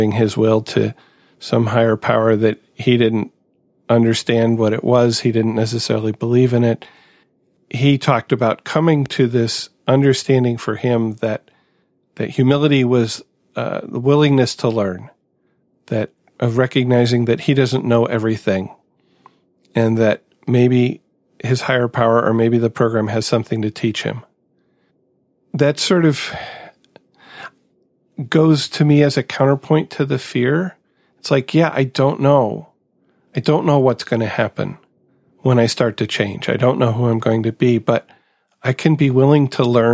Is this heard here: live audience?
no